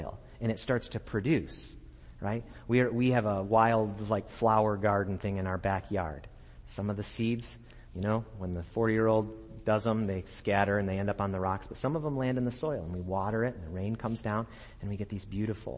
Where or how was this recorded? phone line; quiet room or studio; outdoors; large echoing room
large echoing room